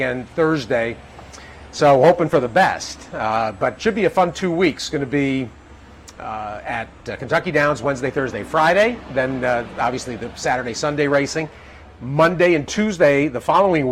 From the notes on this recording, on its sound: Live from Saratoga Race Course